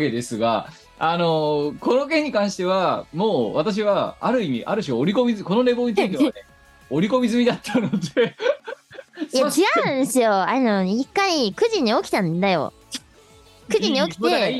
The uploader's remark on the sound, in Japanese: 本番組はリモート収録です。収録時環境の影響により、全体的に聴き取り辛くなっております。途中で色々とノイズ等入りますが、収録時のものです。音声が通信状態の問題で欠落している部分があります。